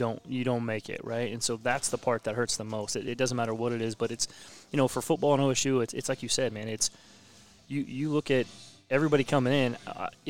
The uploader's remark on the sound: LIVE at C J Moloney's